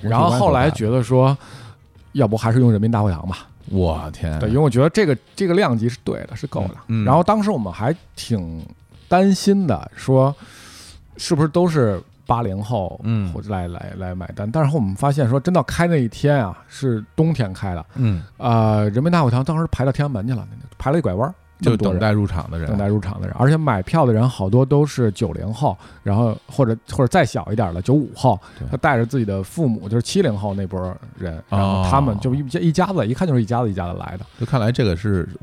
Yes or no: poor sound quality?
no